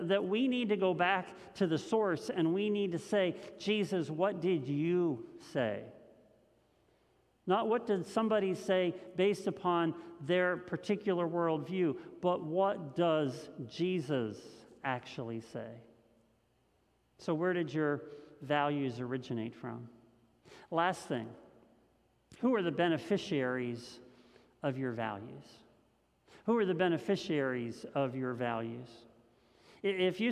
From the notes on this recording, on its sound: This message was first preached on February 28th 2021 at Linglestown Life Church in Harrisburg PA.